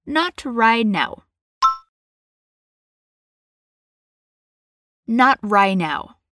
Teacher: tem dois T's aqui que a gente acaba não falando